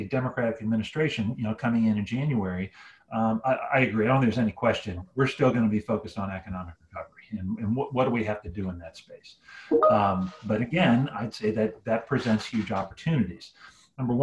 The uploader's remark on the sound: Today’s episode was previously recorded as an invitation-only webinar co-hosted by Adamantine Energy and the Environmental Defense Fund (EDF).